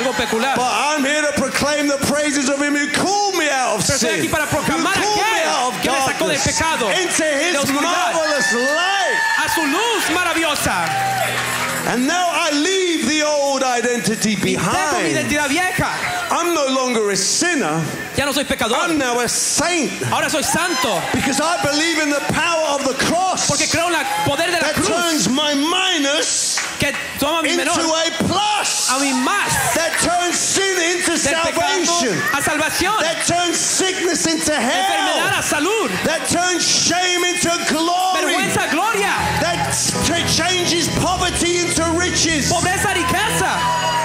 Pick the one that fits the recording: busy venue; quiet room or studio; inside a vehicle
busy venue